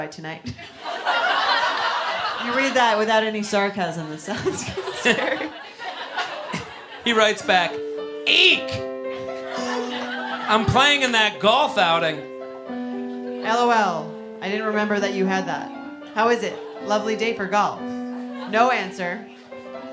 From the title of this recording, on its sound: Live At The Comedy Cellar (10 PM Show)